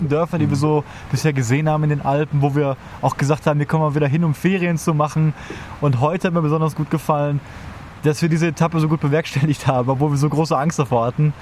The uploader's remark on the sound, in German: Live vom Trail aus den Alpen. Daher haben wir live auf dem Trail ungefähr in der Mitte unseres Thruhikes am Abend zwischen Bäumen und Bächen im Camp eine Folge aufgenommen. Real live Zeltgespräche-Folge.